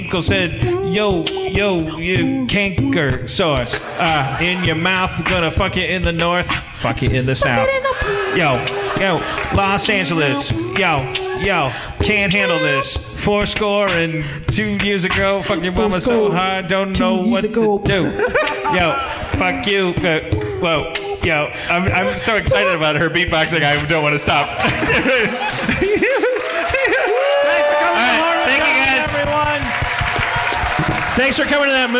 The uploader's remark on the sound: LIVE at the Vista with bonus Q&A. LIVE from the Vista theater with a special Q&A.